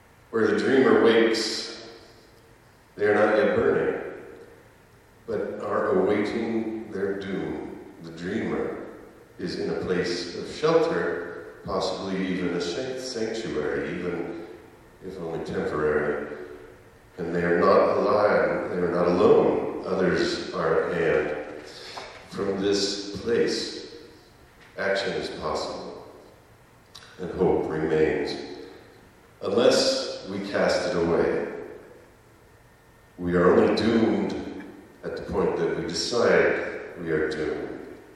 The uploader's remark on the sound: This episode was recorded live at The Clubhouse in Salt Lake City, UT.